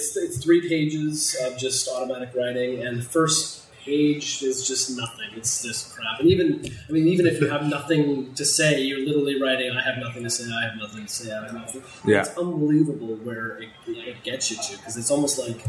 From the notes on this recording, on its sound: Apologies for the poor audio quality